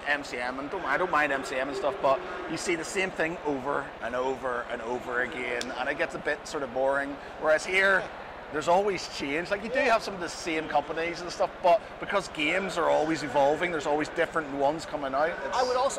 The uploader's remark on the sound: On a shorter-than-usual podcast (as it was live at the event). At UKGE 2023 in the NEC.